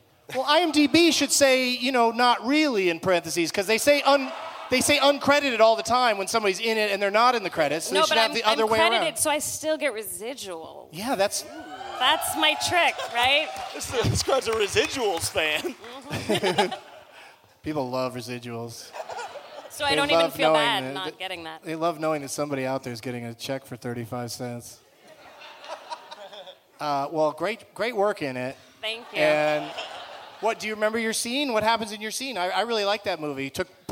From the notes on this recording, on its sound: Back at the Gramercy Theatre in NYC